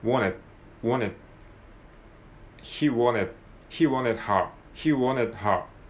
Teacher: これは英語の性質として、最後の D はほとんど聞こえないので